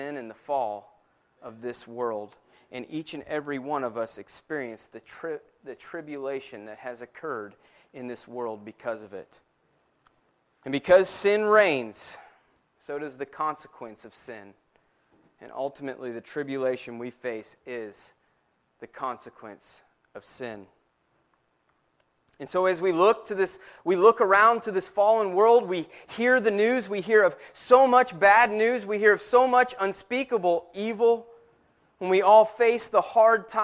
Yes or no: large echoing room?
yes